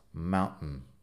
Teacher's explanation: Lo que es es una parada en la garganta ah, entre dos sonidos. Mountain. Es muy breve. · Term: parada glotal